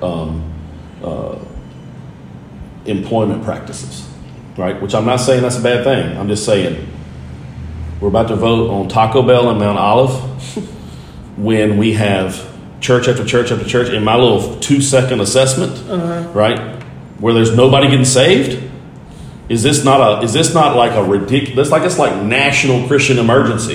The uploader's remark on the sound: This conversation was recorded on an iPhone in the Dominican Republic.